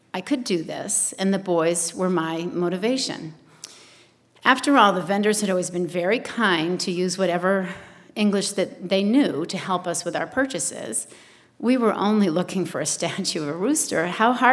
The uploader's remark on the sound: The Moth Radio Hour: Live from Portsmouth. A special episode live from Portsmouth.